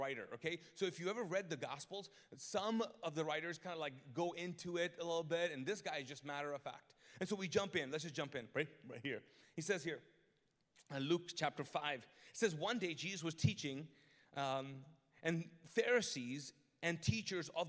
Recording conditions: large echoing room